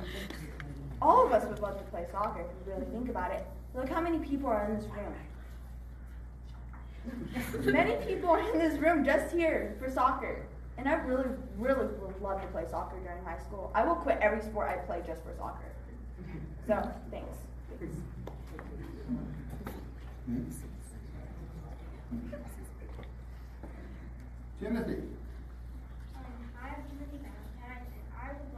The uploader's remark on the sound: At the school board meeting during audience participation. Elementary and Junior High students from Swink Schools give testimony.